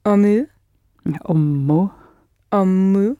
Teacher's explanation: Just hang around a bit more on the m, because it's a double m.